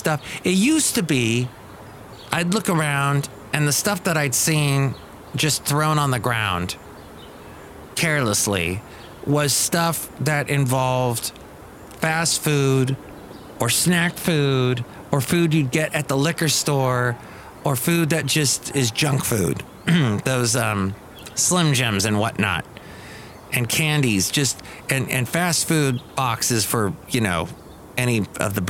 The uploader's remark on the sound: podcasts live from Cafe Anyway